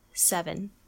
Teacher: The V will connect immediately into the N to say 7.